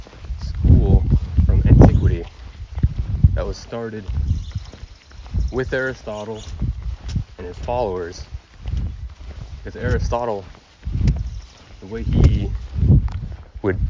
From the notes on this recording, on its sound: I go on a walk with my guest through nature to enjoy the fresh air and beauty of the outside world.